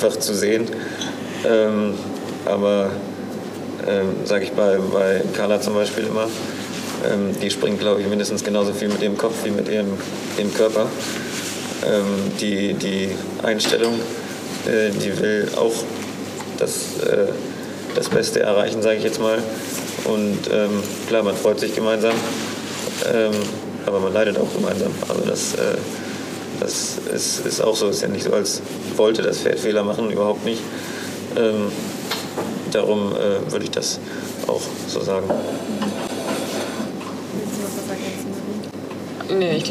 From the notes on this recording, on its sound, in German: Dieses Gespräch wurde im Zuge des AGRAVIS-Cups im Januar 2024 in Münster aufgenommen.